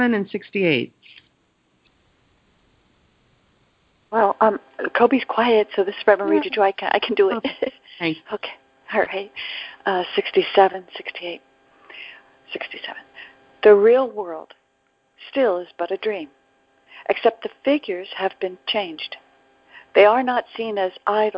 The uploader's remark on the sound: ACIM Daily TEXT Conference Call.